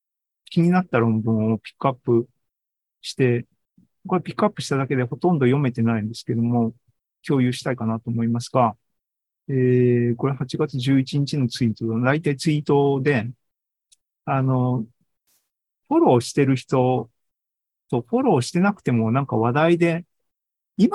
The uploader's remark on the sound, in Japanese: ZOOMライブの模様です